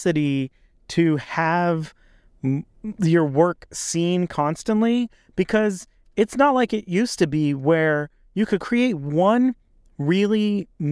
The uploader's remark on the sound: In this episode, I recorded in my car